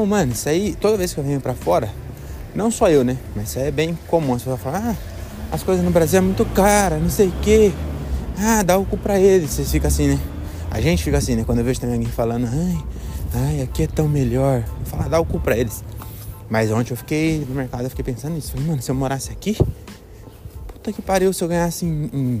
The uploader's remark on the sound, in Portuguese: Episódio gravado nas ruas de Belém